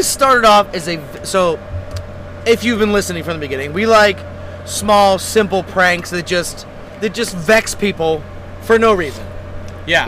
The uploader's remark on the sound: Round 2 of recording on Pier Alpha in GTMO.